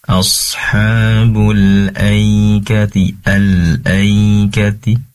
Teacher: Lalu ada matlayin, ya sukun yang didahului oleh fathah, tentunya dibaca lunak, lentur ya